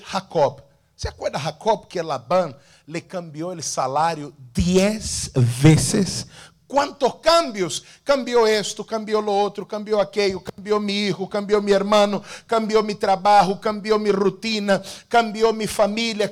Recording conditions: large echoing room